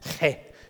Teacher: It's a rough kind of H sound that is followed by an E sound.